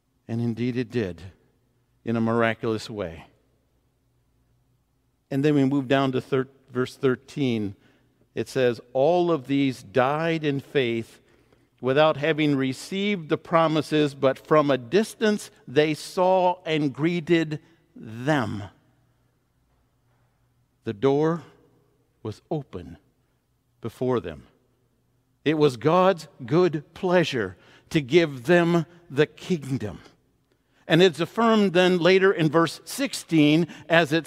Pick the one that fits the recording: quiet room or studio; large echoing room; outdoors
large echoing room